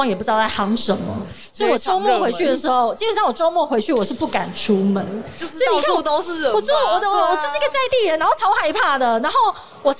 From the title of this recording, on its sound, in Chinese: 2021 Energy Taiwan智慧能源週-Live Podcast